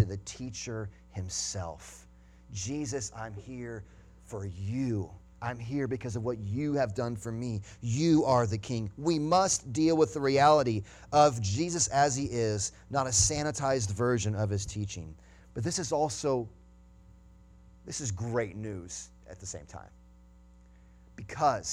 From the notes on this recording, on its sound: Sunday Morning Sermon Audio